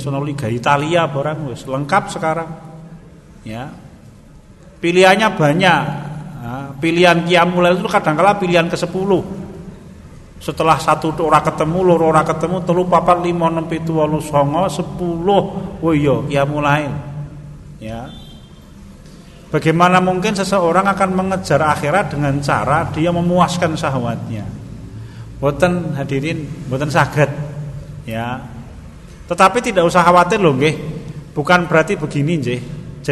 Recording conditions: large echoing room